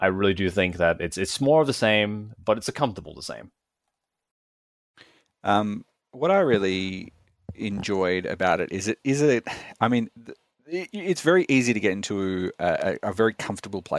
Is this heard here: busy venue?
no